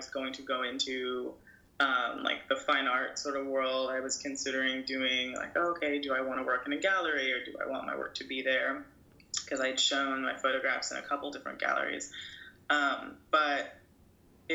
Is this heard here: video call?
yes